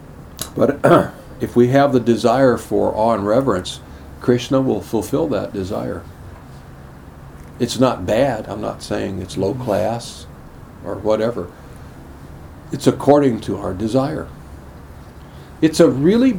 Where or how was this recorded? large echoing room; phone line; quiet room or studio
large echoing room